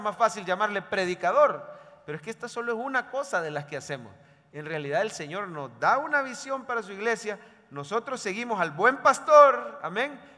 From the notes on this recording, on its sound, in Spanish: En vivo desde el Centro Familiar de Adoración, para nuestro Día del Pastor 2023.